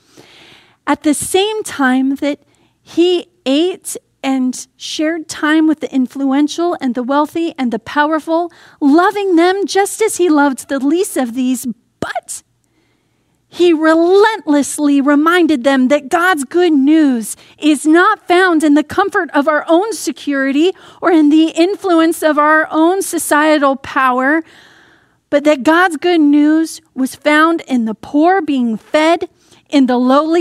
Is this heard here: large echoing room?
yes